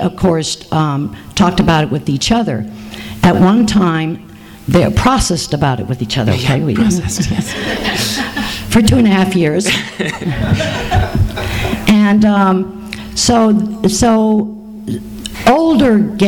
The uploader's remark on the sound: THIS EVENT WAS RECORDED LIVE AT SKYLIGHT BOOKS.